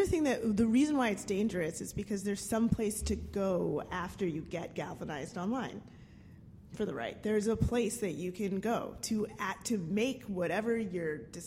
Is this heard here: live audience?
yes